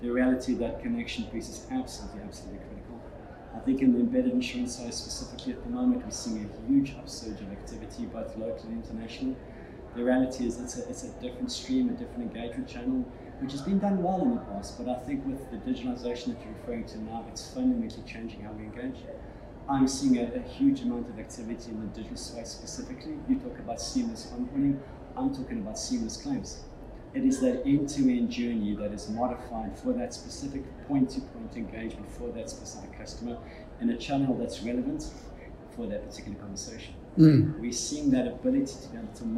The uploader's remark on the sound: at the #AIE2023 conference